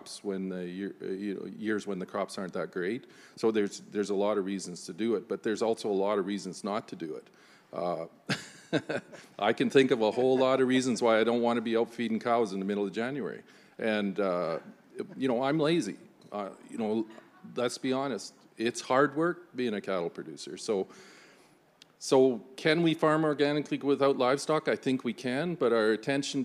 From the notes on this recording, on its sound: in a live panel format, recorded at the Organic Connections show in Saskatoon.